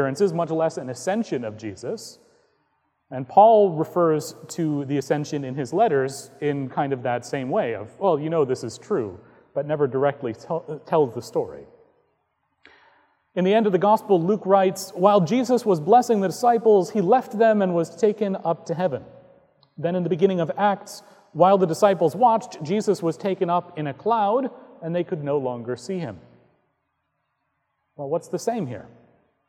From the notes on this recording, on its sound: Recorded on May 13, 2018 at Trinity Presbyterian Church in Bixby, Okla.